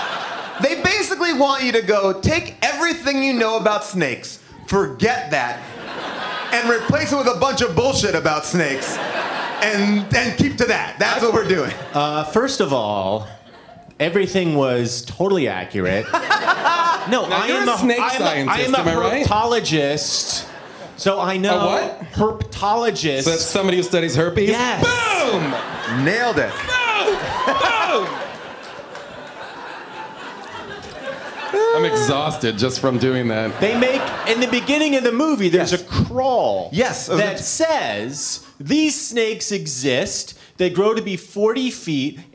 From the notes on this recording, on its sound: Recorded live at the Bell House